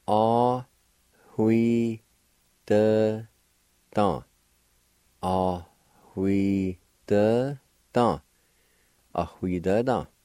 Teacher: right between the A and W at the very beginning of the word, there's a faint H sound or an aspirated sound